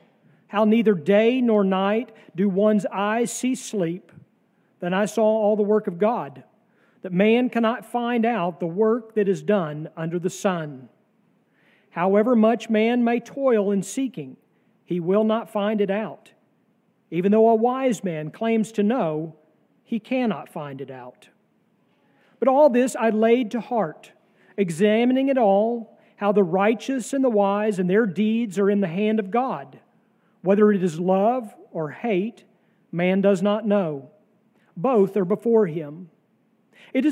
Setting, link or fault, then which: setting, large echoing room